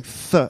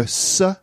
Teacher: So the unvoiced one, th becomes s, which is like an S sound, or f, like an F sound.